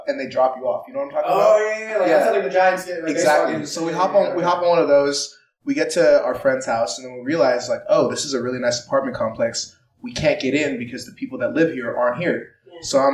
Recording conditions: poor sound quality